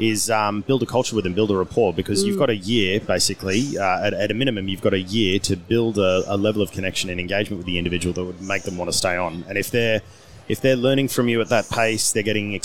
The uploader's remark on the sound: Recorded at the 2022 FPA Professionals Congress